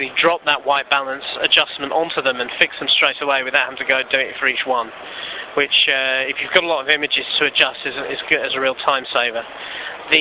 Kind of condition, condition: setting, busy venue